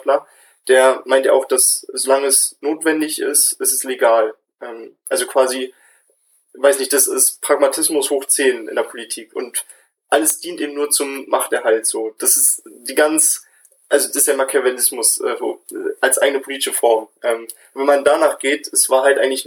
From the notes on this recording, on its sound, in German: Sorry für die Audioqualität in dieser Folge.